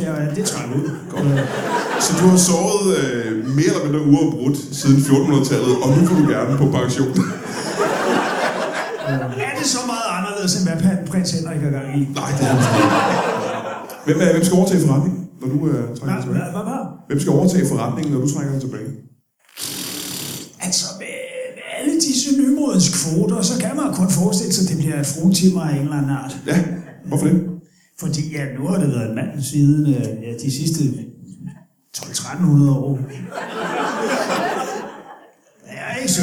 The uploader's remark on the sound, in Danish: LIVE fra Vejle